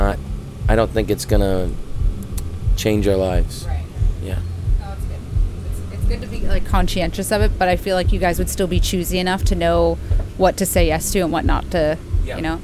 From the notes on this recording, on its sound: This month, we were at the Area 506 festival in Saint John, hosting a special "strange" lounge backstage for all the artists.